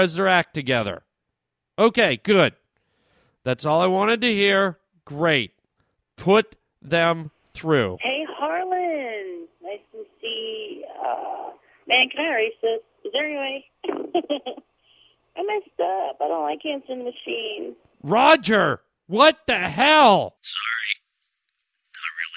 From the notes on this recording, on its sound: phone calls from listeners